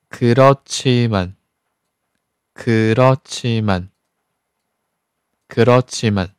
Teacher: 第三个字变成送气音 · Term: 送气化音变